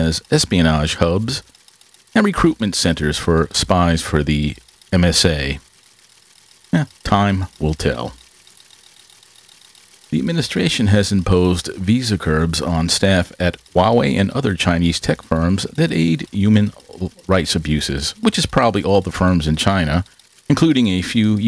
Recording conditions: background noise